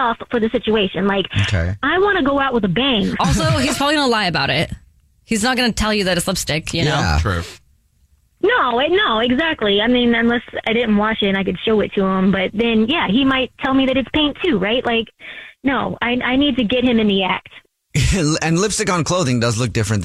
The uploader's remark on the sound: on the phone today